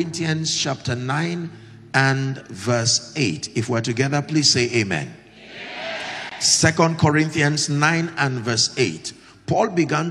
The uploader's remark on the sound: Accelerate Conference 2023 ||The Elevation Church|Lagos-Nigeria